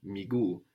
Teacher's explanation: we treat those two U's as if they were two syllables, accenting the second from last one